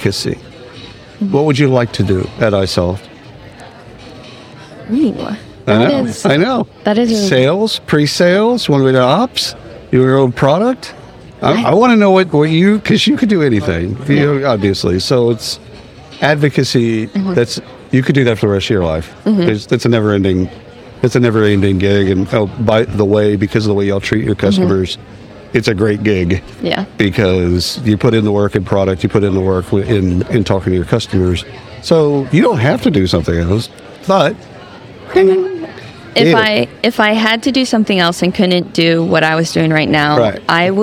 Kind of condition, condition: setting, busy venue